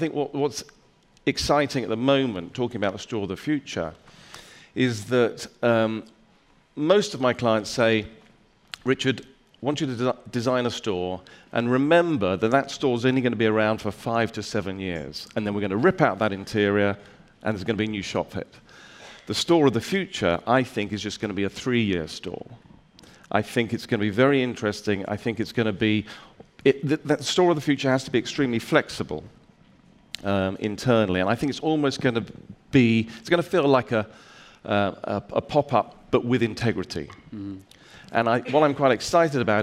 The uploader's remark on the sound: Gathered on stage at #BoFVOICES in December 2016. A panel of retail space experts gathered on stage at #BoFVOICES.